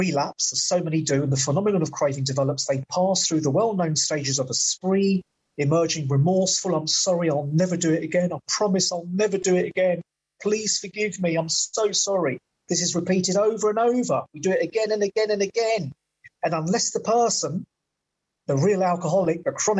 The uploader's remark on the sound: At the zoom Broken Elevator meeting held in early June 2023.